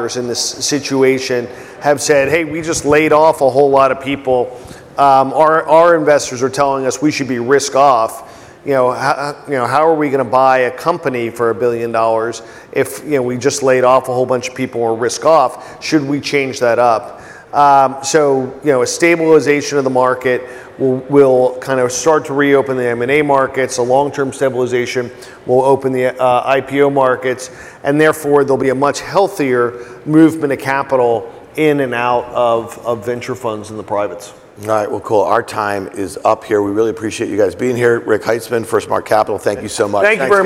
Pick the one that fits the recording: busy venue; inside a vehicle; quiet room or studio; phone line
busy venue